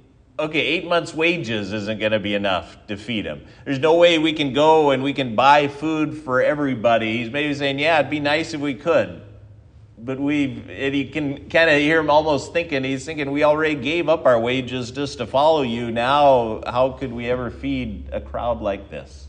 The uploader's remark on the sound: This sermon was given at Triumph Lutheran Church, Ferndale, Washington